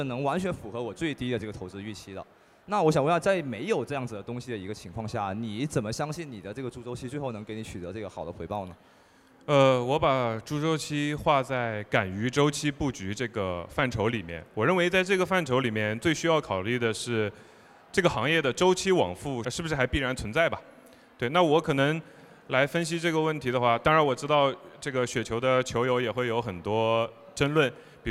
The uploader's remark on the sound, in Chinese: 2023雪球嘉年华之旅。雪球嘉年华第二现场对谈。